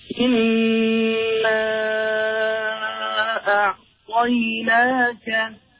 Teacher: So the mad is four vowel count. · Term: the separated mad